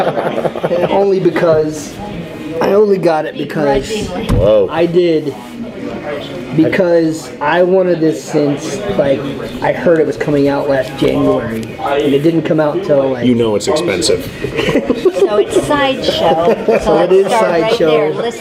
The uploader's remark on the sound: VTS takes the SquadCast on location once again this week, this time to our favorite coffee joint, Grouchy John's Coffee, to shoot a short wrap-up of our recent experience at Vegas Toy & Comic Con.